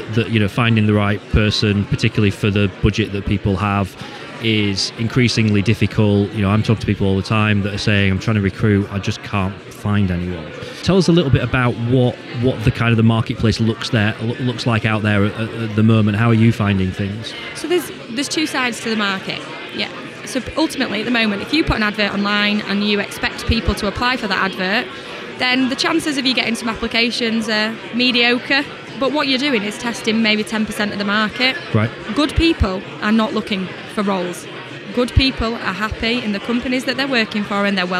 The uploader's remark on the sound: Recorded at the YORBusiness Expo in Leeds in March 2023.